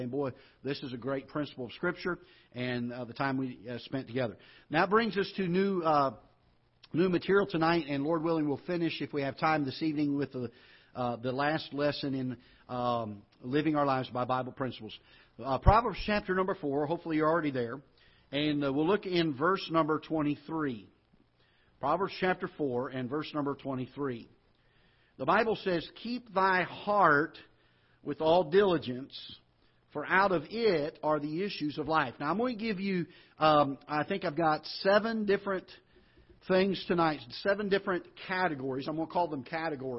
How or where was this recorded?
large echoing room